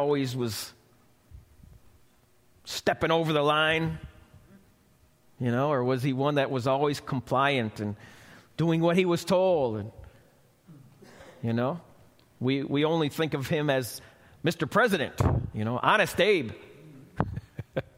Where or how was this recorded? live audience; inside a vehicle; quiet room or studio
live audience